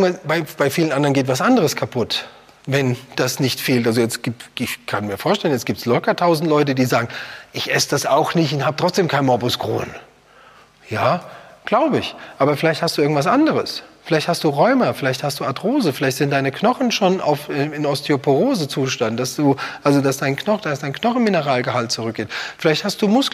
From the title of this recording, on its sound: Live Seminar